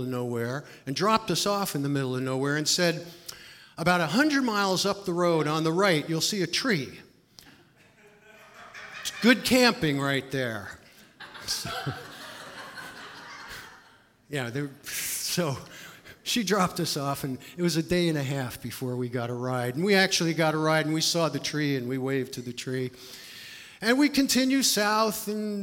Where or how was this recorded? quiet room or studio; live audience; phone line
live audience